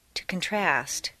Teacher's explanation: change the stress from the first syllable for nouns to the second syllable for verbs